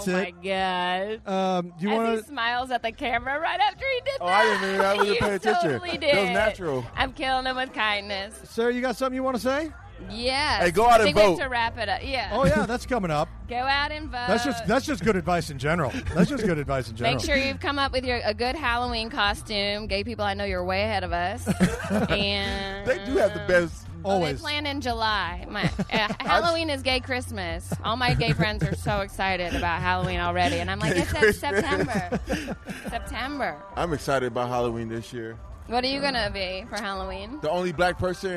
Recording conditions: busy venue